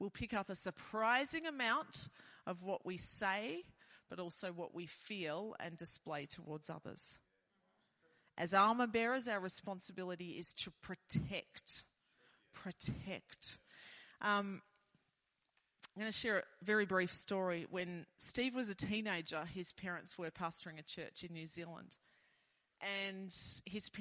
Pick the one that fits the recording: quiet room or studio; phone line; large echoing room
large echoing room